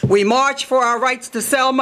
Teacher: Tucker drew her inspiration from the Black church, addressing crowds as if she was speaking from a pulpit. As she spoke, her voice would build into the sing-song intonation of a preacher.